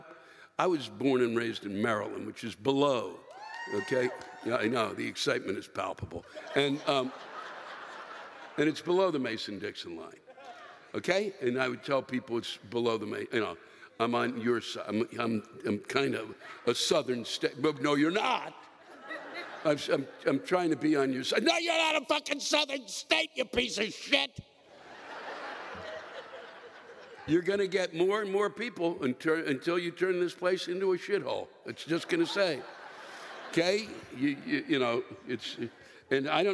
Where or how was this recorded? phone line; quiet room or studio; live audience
live audience